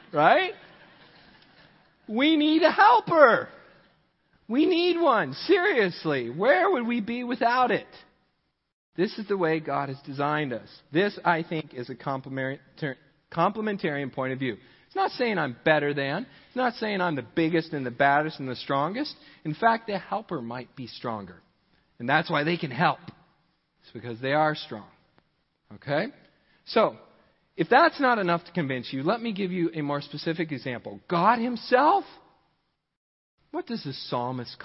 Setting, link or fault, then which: setting, large echoing room